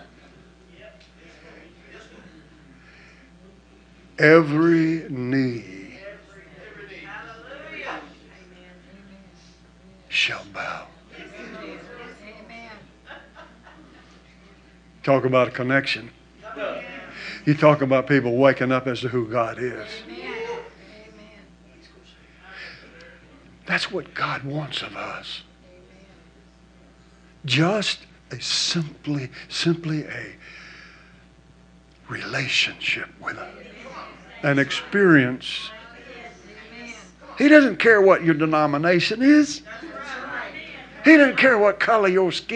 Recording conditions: large echoing room